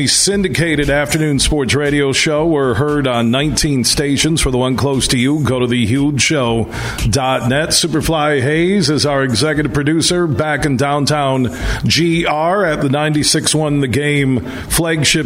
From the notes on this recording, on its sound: Today we're broadcasting live from the Lowell Showboat as a fundraiser is being held